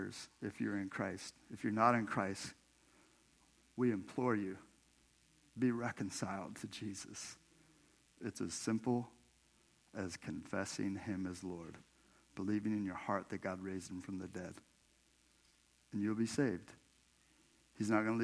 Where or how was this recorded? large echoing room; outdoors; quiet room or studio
large echoing room